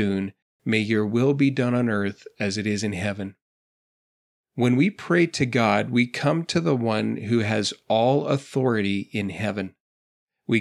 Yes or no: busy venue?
no